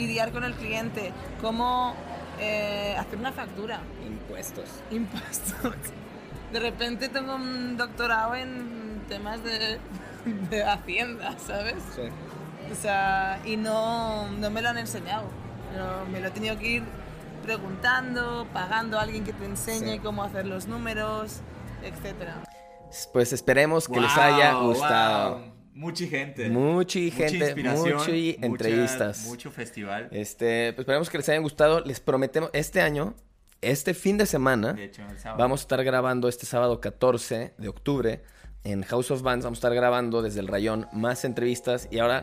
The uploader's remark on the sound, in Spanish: En el Festival Rayón 2022. El audio fue un poco caótico por estar en medio del evento.